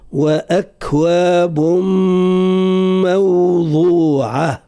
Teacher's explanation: وأكواب موضوعة، إدغام مع إبراز الغنة. حرف الميم على مستوى التلفظ به ننتبه حتى لا نفخم صوته تأثرا بحرف الضاد.